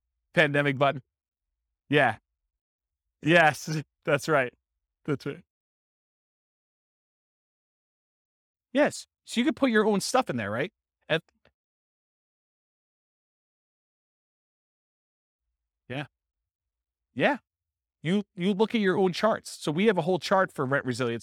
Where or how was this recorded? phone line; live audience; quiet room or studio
live audience